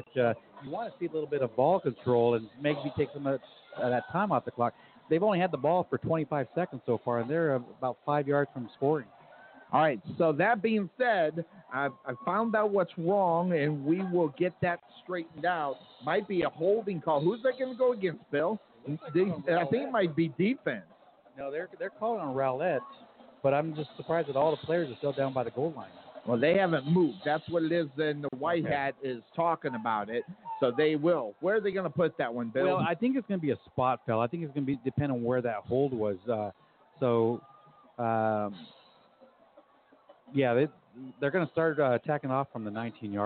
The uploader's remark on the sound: Live Play-by-Play LIVE from HBJ Stadium